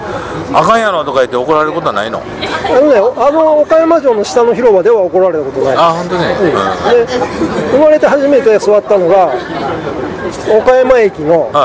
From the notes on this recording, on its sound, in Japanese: 岡山駅前のイオンのスタバにて